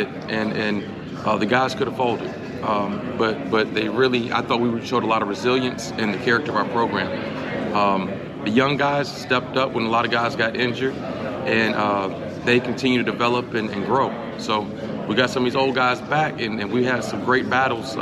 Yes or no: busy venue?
yes